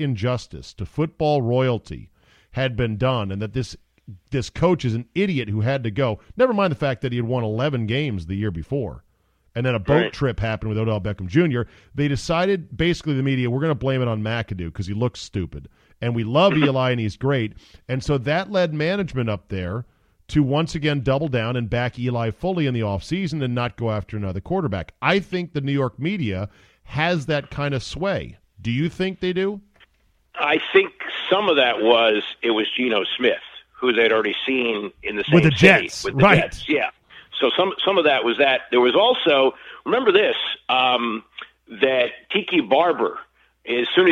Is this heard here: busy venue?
no